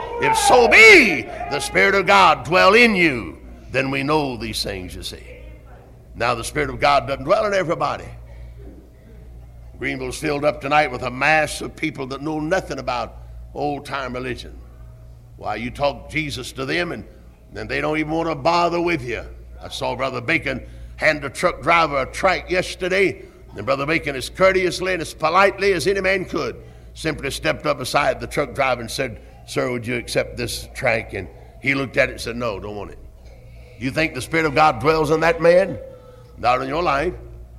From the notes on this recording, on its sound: Originally preached at Tabernacle Baptist Church in Greenville, SC on September 23, 1973.